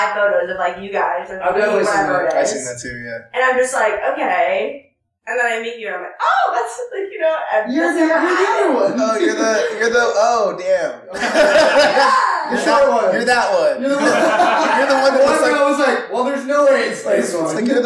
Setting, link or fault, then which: fault, poor sound quality